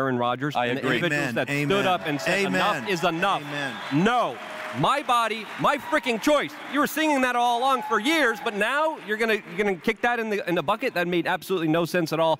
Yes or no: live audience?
yes